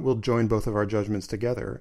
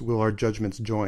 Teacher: he changes the word order so the strong stressed verb is at the end of the line · Shown in: second take · And notice also that double J sound.